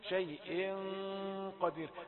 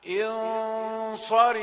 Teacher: نترقى شيئا فنقول مع الإخفاء ووجود الغنة نلاحظ أن هذا الإخفاء جاء مفخما. لماذا؟ لأنه التقى بحرف القاف ومن حروف التفخيم